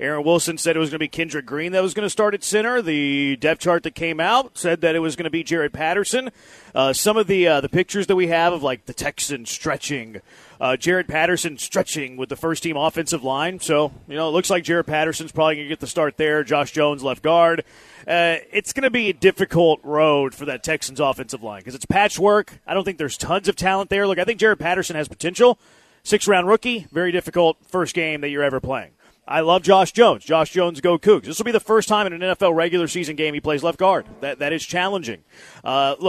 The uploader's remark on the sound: LIVE from East River 9 in East Downtown!